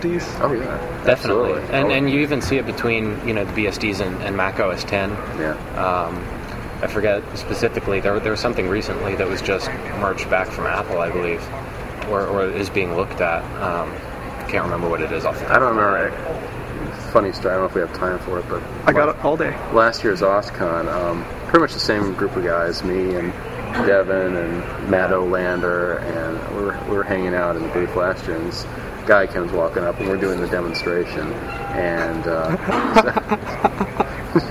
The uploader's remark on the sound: at the LinuxWorld Expo in Boston.